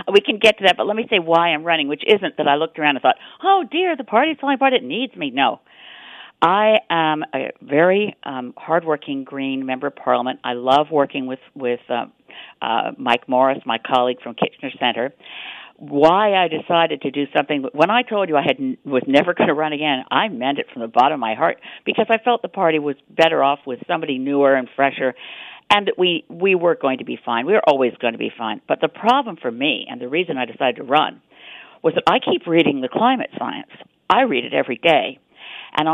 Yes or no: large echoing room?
no